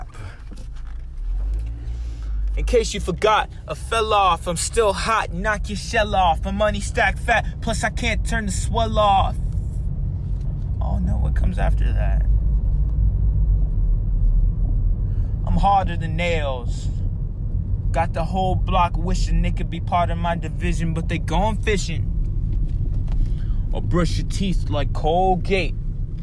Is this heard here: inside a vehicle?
yes